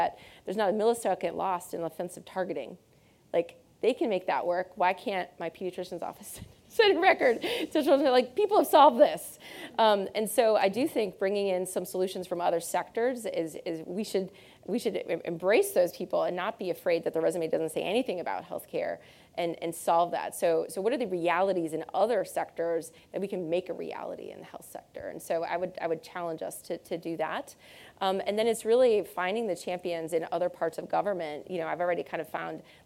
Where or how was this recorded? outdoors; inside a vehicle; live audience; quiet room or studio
live audience